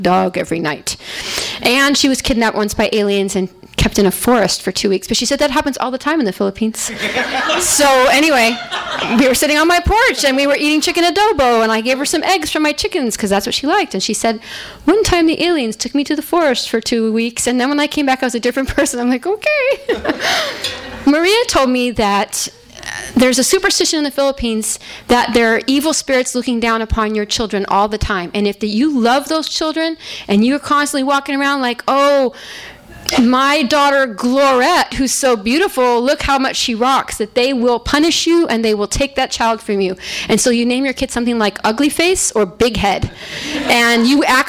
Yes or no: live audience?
yes